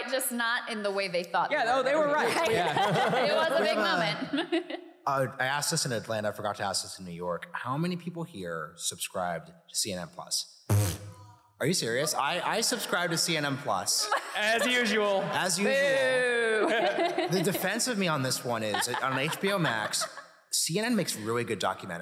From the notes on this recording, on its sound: Highlights from our recent live show in Boston!